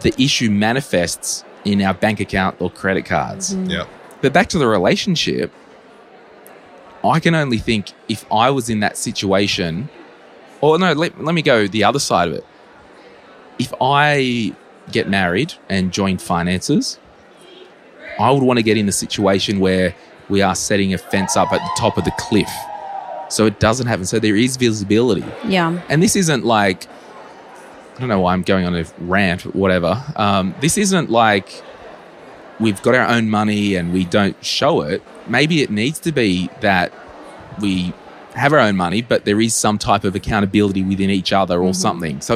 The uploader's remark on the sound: Live from FinCon22. At FinCon22 in Orlando, Florida.